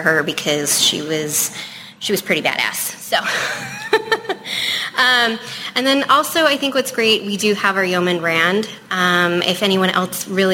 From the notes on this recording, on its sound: In a discussion panel at the Salt Lake City FanX Fall 2019 event. This is a direct recording from the event and the show starts right at the introduction of the panel.